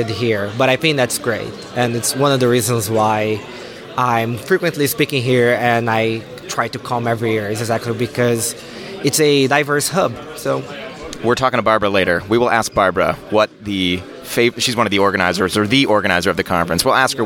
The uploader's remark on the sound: interviews speakers & attendees live from Lambda Days 2023!